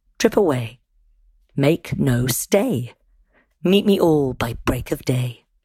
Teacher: it has four stresses, tetrameter, rather than five stresses in each line, pentameter. And the stress is on the first syllable rather than the second. · Term: trochaic tetrameter